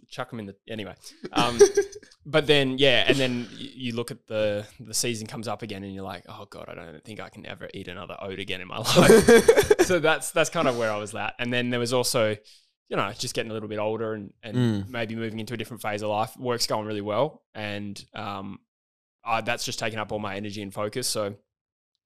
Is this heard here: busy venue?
no